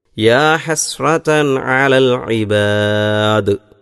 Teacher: യാ ഹസ്രതൻ തൻ അവിടെ തൻവീന് വ്യക്തമാക്കി ഉച്ചരിക്കണം. യാ ഹസ്രതൻ അതിനുശേഷം വന്നിട്ടുള്ളത് ഐനായതുകൊണ്ടാണ് അങ്ങനെ ഉച്ചരിക്കണമെന്ന് പറയുന്നത്.